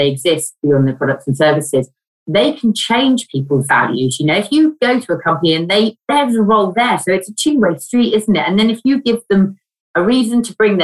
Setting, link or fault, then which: link, video call